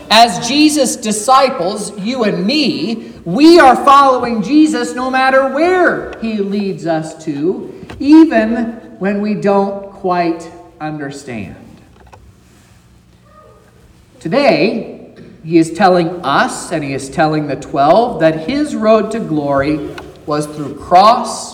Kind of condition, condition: setting, large echoing room